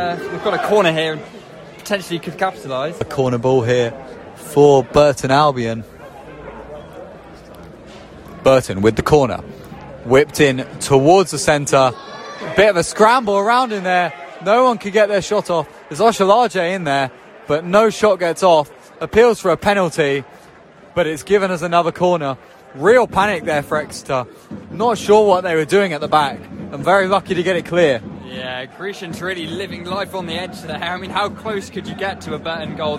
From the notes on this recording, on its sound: commentary from St James' Park